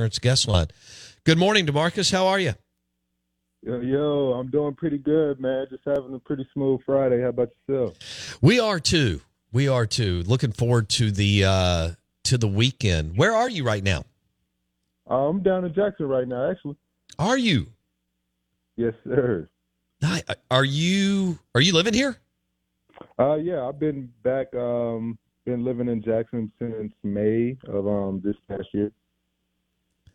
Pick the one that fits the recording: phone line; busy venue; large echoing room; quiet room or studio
phone line